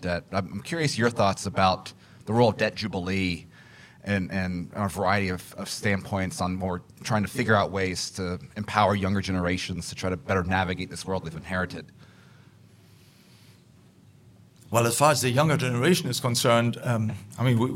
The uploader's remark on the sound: Recorded at the Mises Institute Supporters Summit in Auburn, Alabama, 14 October 2023.